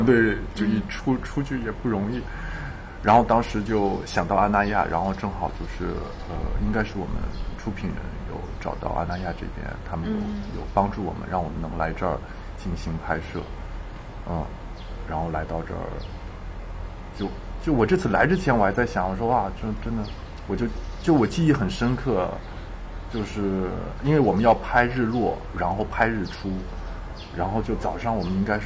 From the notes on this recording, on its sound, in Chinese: 本期插曲是在阿那亚录制的鸟叫、流水声与海浪声。而片尾，给大家送上，晚上10点海边放映之前的篝火、碰杯、海浪声。阿那亚戏剧节专题。